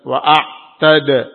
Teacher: Wa a'tad ini tasdid, syiddah, tertahannya suara. Kemudian setelah itu terjadi pantulan, yaitu qalqalah.